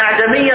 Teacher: يقرأها بهمزة واحدة هي شكلها إخبار إنما لا فيها رائحة الاستفهام